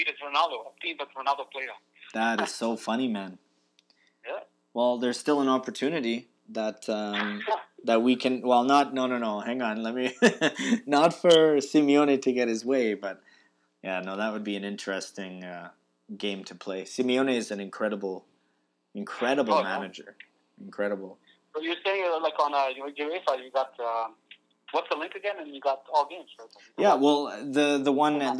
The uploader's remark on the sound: Stay home and toke over the phone again this week as the need to prevent the spread of coronavirus escalates.